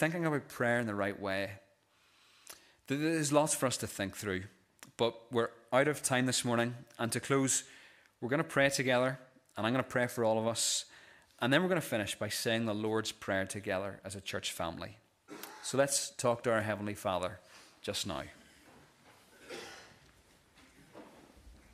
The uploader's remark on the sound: This is the recording of the Bible reading and sermon from our morning service on Sunday 26th November 2023.